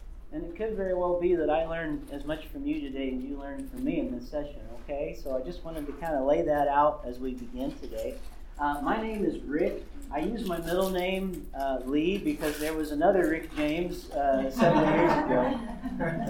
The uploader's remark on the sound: This episode was recorded live on 01/28/2023 at the Worship 424 Conference at Cedarville University.